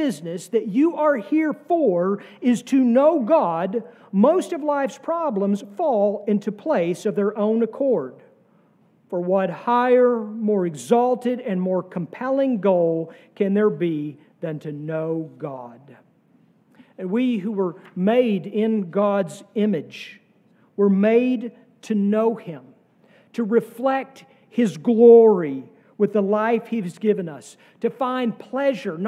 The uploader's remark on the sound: Sermon from our worship service.